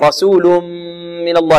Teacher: رسول من الله، الراء مفخمة والسين مرققة